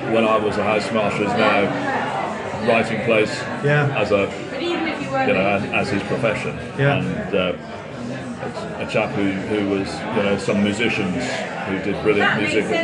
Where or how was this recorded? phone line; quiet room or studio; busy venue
busy venue